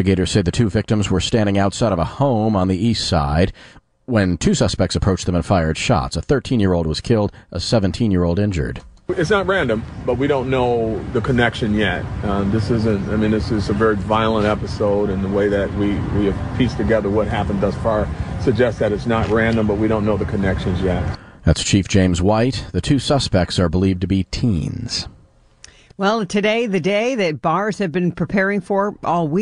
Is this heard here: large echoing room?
no